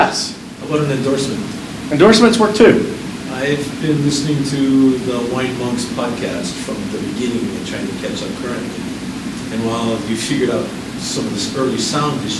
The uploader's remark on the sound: This is a recording of my brief talk on Wine and Social Media at the Verde Valley Wine Consortium.